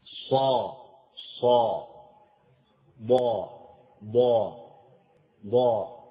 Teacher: انطباق معظم اللسان بما يحاذيه من سقف الحنك الأعلى، وانحصار الصوت بينهما عند النطق بحروفه